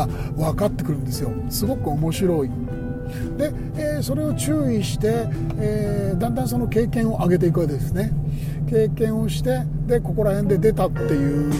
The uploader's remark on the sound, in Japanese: ドライブ編。クルマに乗ってスタジオを飛び出したんです。深夜の山道をゆっくり走りながら夜の空気を浴びつつのおしゃべりです。富士山の麓あたり。